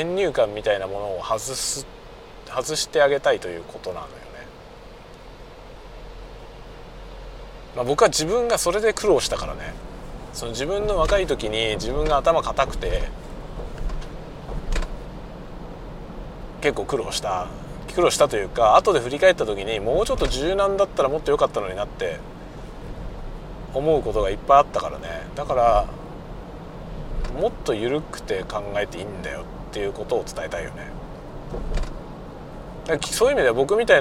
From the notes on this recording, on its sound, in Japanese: ドライブ雑談 講演の帰り道。運転しながら雑談。出先の学校から自宅へのドライブ。